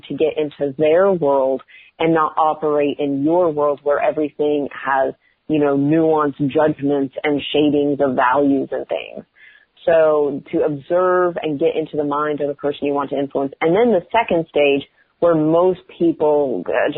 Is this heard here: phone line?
yes